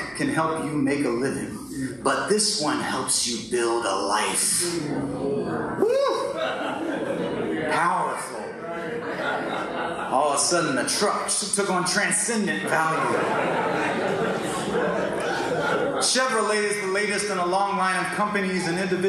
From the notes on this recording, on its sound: Lower quality audio was pulled from our live stream